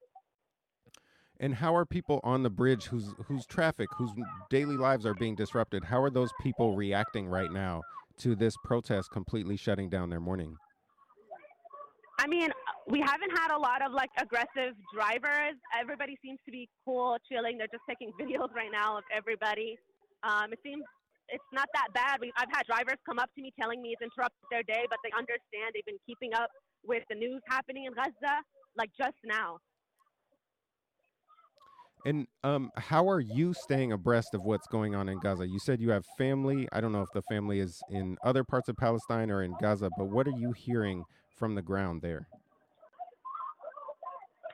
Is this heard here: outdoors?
yes